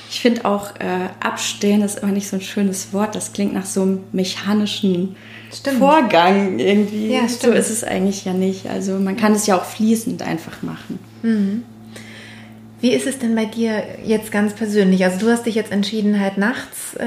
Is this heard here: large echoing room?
no